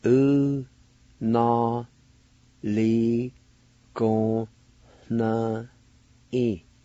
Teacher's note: the N will have a H sound right in front of it, or it's kind of nasalized sound